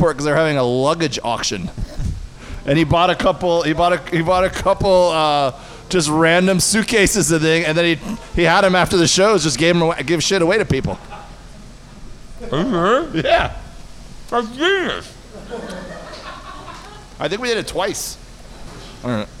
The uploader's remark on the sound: live at The Gundo Comedy Festival